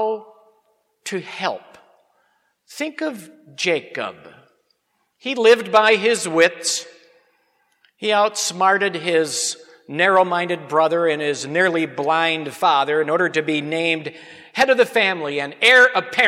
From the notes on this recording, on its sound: Sermon on Hebrews 4 preached at Grace Lutheran Church.